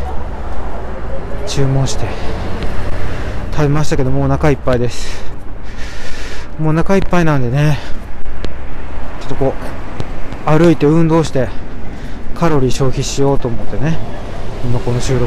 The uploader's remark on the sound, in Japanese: 天文館という歌舞伎町のような夜の街を歩きながらお届けします。